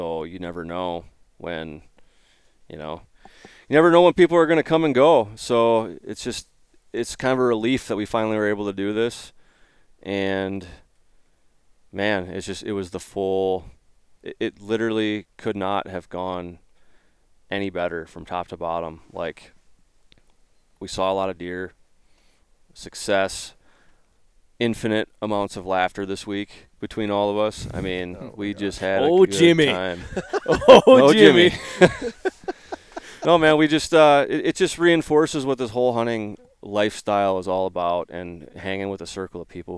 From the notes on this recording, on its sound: LIVE in Oklahoma from our wall tent